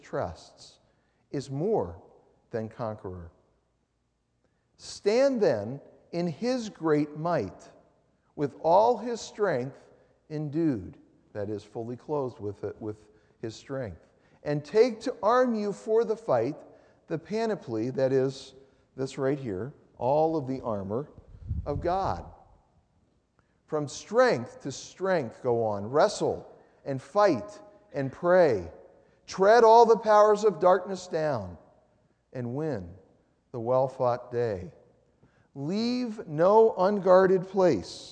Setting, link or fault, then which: setting, large echoing room